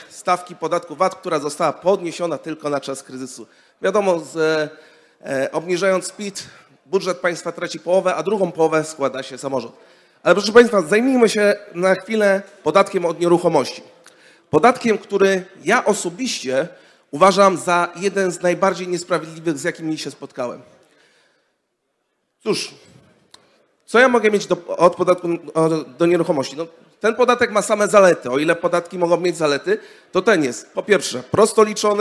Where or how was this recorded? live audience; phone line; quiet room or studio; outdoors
live audience